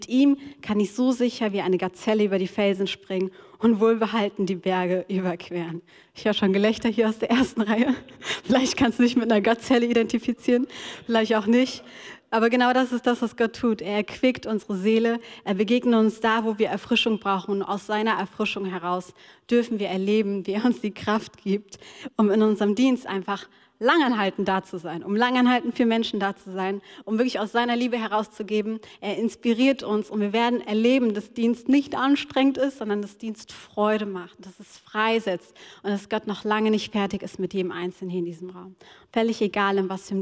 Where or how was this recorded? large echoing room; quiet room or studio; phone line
large echoing room